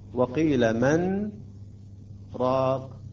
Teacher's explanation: لاحظتم السكت، يجب ألا نتنفس من خلال السكت. لا، وقيل من راق بدون أخذ بالنفس وبدون أن ندغم